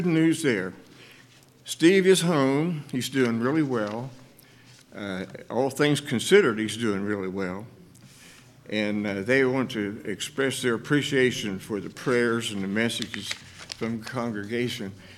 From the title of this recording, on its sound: LIVE Services at Sunshine